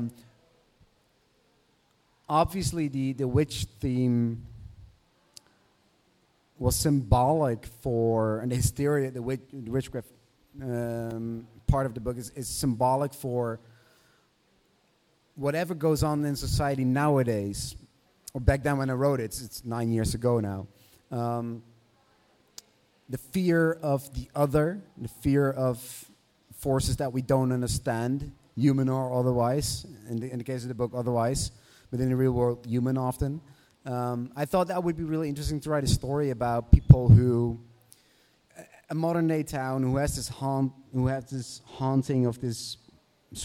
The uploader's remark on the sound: This week's edition of The Dark Word features an in-person interview before a live audience at The Last Bookstore in Los Angeles.